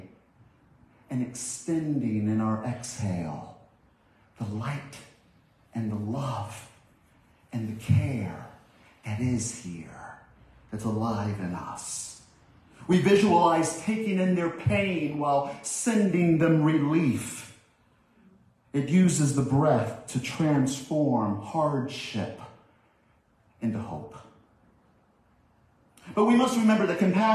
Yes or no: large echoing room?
yes